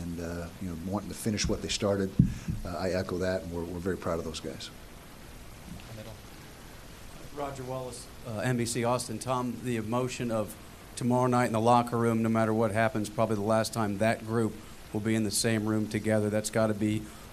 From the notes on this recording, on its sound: press conference ahead of the Valero Alamo Bowl Tuesday night